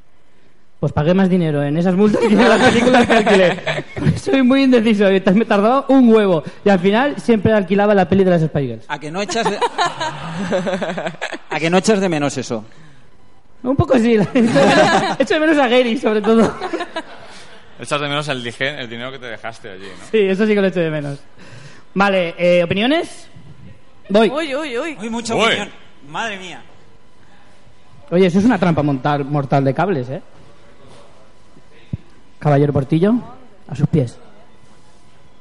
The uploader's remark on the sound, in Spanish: Directo JPOD 2016 Málaga. En directo desde las JPOD 2016 de Málaga.